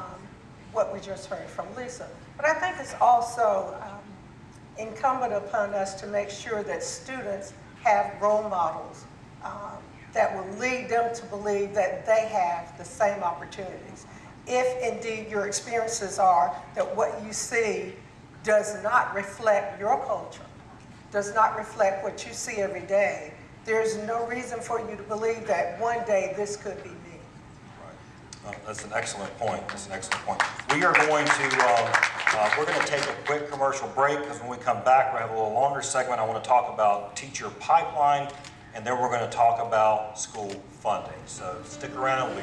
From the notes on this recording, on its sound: A panel of legislative, education and business leaders discuss before a live audience in Raleigh at the 2018 Eggs & Issues Breakfast.